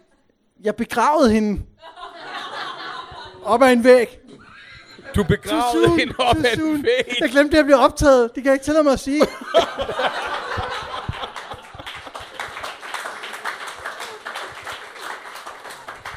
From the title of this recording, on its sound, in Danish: LIVE fra HCA Comedy Festival